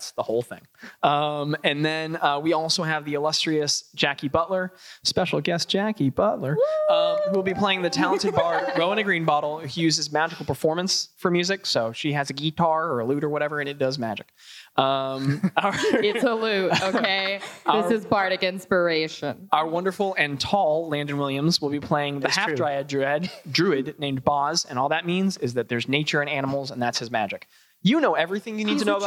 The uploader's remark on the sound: A recording of our Live Show from October of 2022!